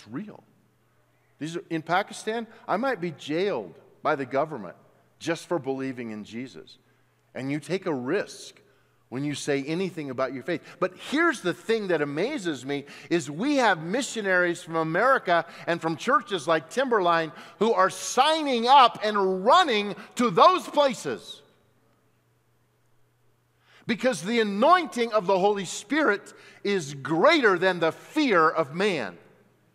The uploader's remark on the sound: at Timberline Church